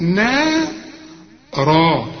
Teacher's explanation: نام تفتكر ولا واحد نام، يبقى النون بالمد بتاعها مرقق نارا، الراء هي المفخمه لان كل راء مفتوحة مفخمة